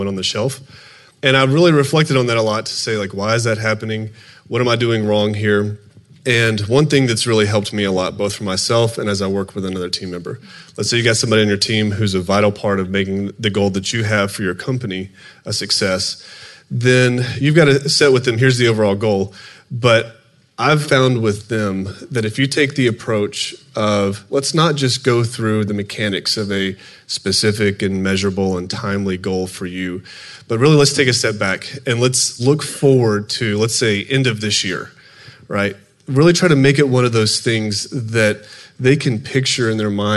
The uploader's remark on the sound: Live From EntreLeadership Master Series